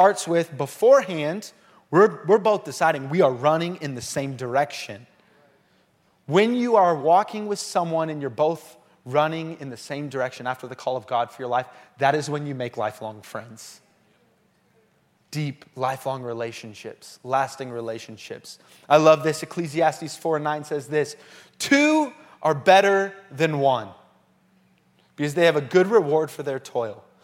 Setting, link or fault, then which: setting, large echoing room